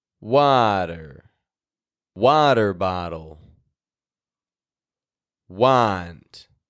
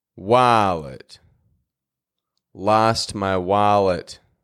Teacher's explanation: Ah is heard when A follows W. WA sounds like ah most often when beginning a word. · Term: broad A